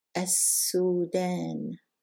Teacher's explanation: We're not going to pronounce the lam and we're going to double the next letter.